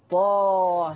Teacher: في الحرف المقطع ها تحديدا في سورة طه، فتقرأ طه مش طه ه كده تقليل كده غلط، طه إمالة كبرى. أما موضع سورة مريم فقرئ بالتقليل.